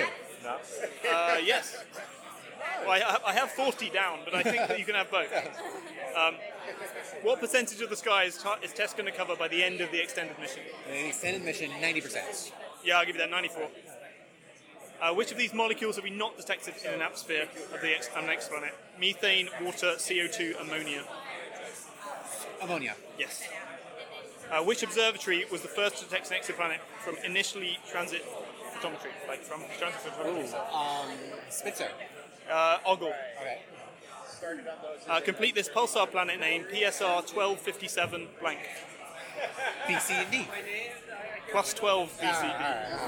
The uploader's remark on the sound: Live at TESScon